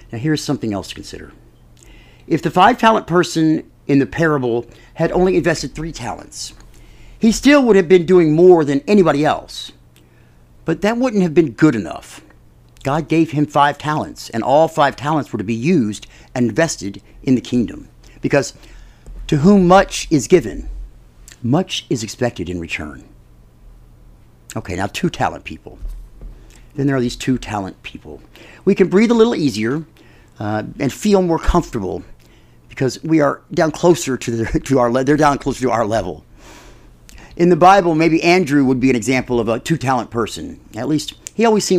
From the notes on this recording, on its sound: Dallas Universal Life Church presents this full service, recorded November 15, 2020.